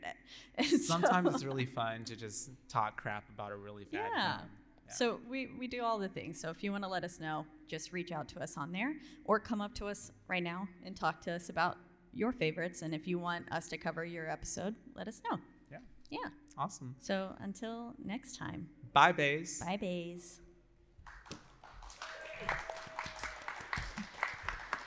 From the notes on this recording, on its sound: coming to you LIVE from RogueCon'23!